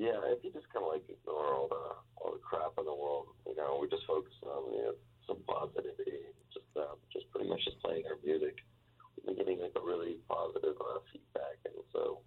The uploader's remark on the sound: called